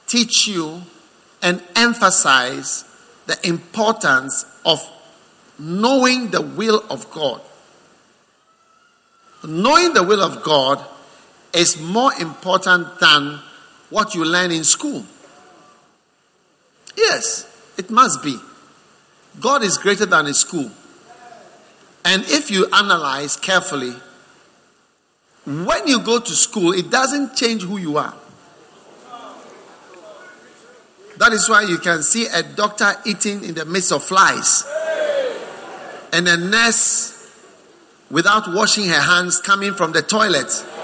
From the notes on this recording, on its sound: Preached at the First Love Center, Accra.